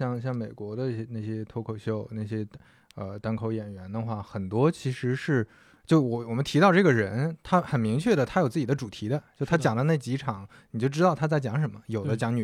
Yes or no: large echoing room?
no